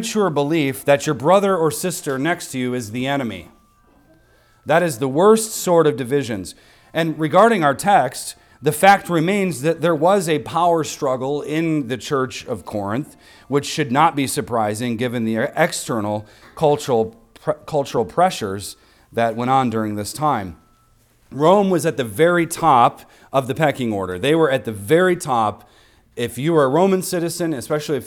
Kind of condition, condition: setting, large echoing room